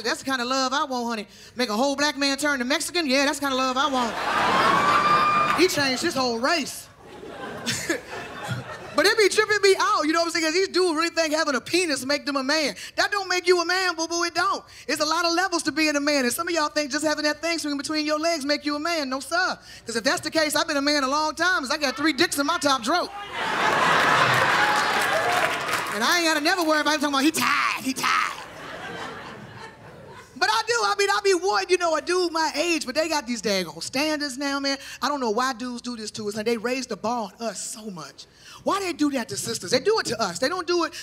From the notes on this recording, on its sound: This one hour special taped Live from Tribeca in New York City.